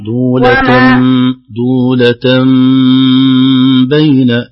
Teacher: عندنا غنة في الإقلاب مقدار حركتين